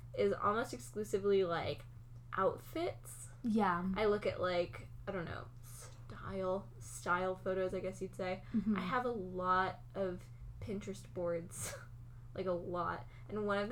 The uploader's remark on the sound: Sorry about the mouth noises!